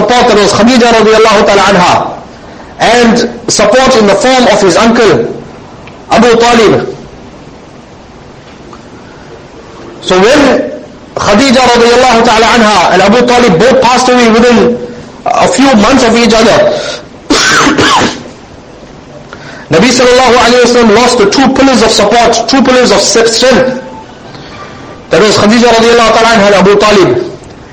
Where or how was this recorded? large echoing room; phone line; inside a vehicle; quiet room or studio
large echoing room